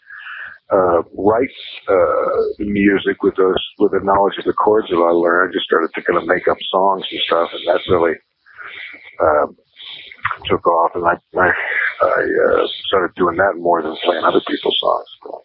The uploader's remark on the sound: do this interview by phone